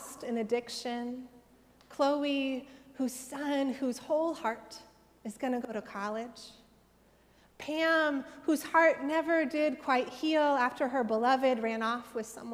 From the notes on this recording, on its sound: Sermons from Old South Church in Boston